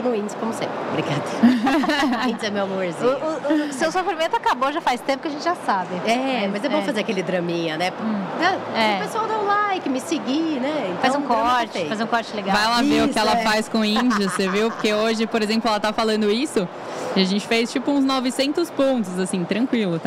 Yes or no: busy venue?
yes